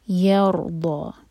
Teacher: را پر سکون ہے، تو یہ را ہیوی پڑھا جائے گا کیونکہ اس سے پہلے ہے فتحہ